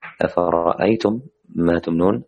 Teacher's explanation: طالما أنه حرفين متماثلين الأول ساكن والآخر متحرك فيصبح إيش الحرف عندنا مشدد ونأتي بغنة